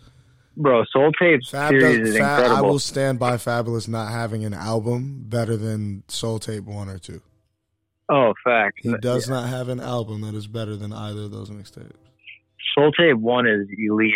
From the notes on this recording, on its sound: phones in while he quarantines